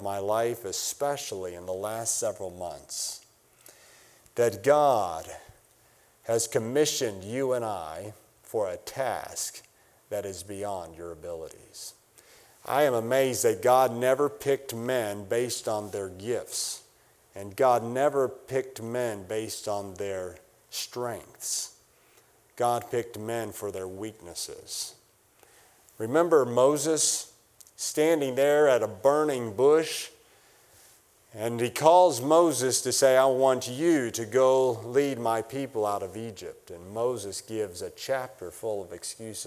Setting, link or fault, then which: setting, large echoing room